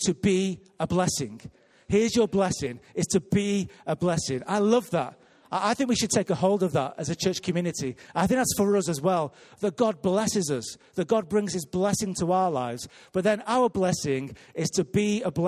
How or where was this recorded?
live audience